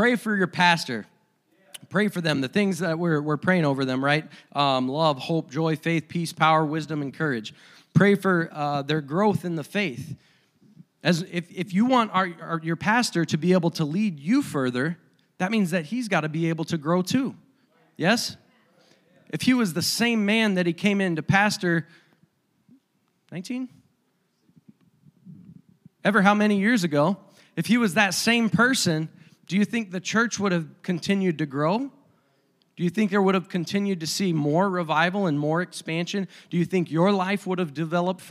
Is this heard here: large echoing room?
yes